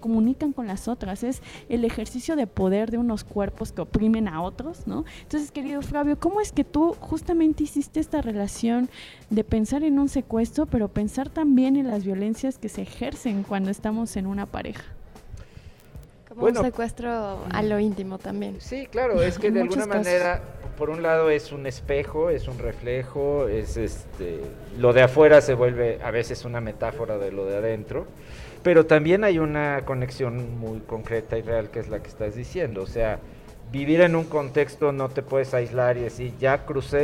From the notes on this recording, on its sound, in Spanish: Inspiria beta desde el Festival Aleph.